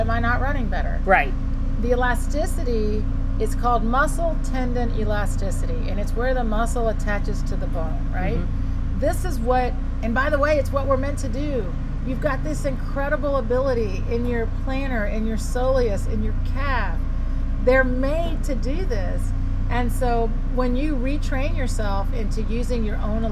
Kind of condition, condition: fault, sounds in the background